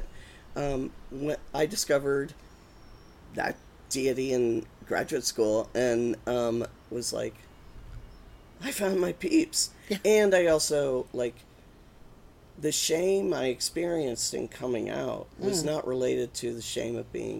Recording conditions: sounds in the background